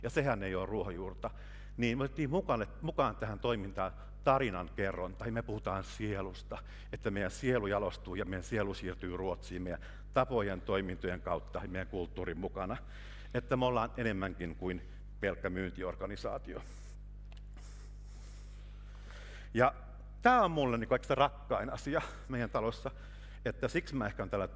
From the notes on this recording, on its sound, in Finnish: lavalla Work goes happy Helsinki -tapahtumassa Helsingin Oopperatalolla 26.3.2019.